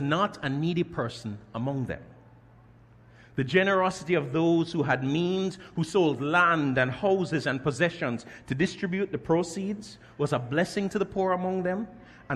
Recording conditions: large echoing room